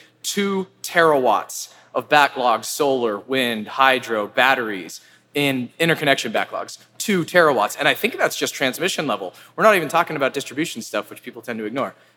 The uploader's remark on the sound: This week, we feature a live conversation. In this episode, recorded at Greentown Labs.